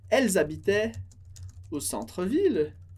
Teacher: Elas habitaient com ENT no final, que a gente não pronuncia. E a liaison, elles habitaient.